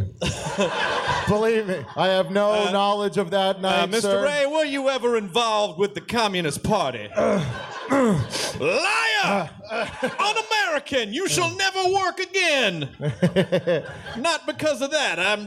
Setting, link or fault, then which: setting, live audience